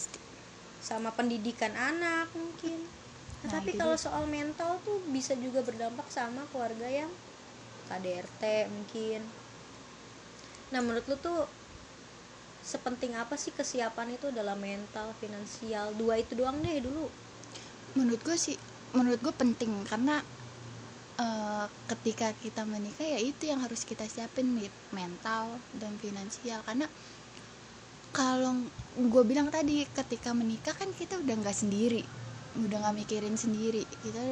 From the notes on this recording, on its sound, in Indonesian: Kalo denger suara noise itu kipas angin guys kita ga bikin podcast ditengah badai kok.